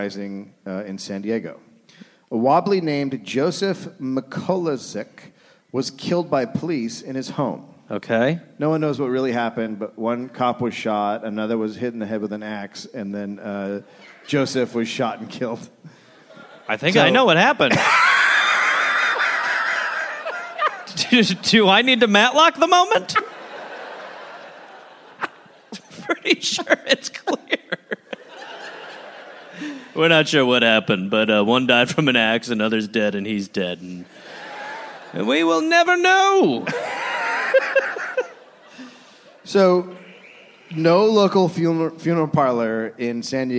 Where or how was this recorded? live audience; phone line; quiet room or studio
live audience